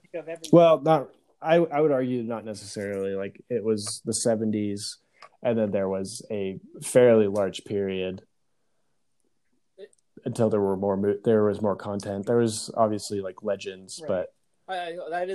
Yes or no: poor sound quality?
yes